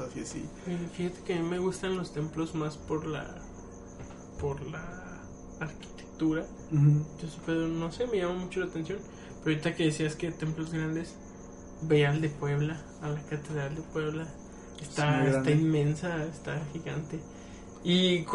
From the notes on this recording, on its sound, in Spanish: Disculpen los ruidos de fondo y las risas